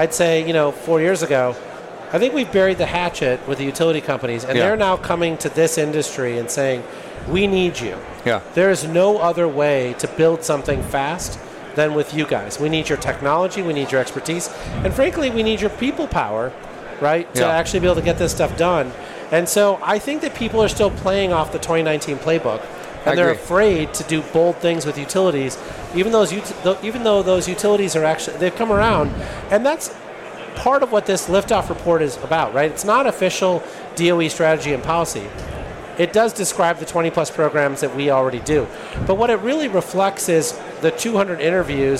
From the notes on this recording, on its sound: This recording took place at the PowerUp Live Podcast Stage at RE+ Las Vegas in 2023.